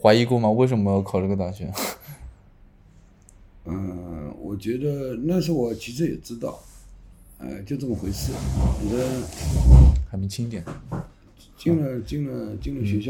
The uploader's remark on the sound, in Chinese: 本期录制时环境比较嘈杂。